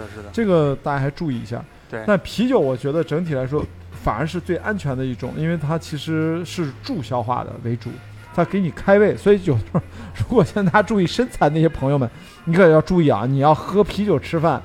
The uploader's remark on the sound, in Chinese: 两人在上海浦东区的同派酒店大堂餐吧的圆桌上，就边喝边聊。同样一刀不剪，可能听到最后，已经能感觉出我俩已经开始大舌头了。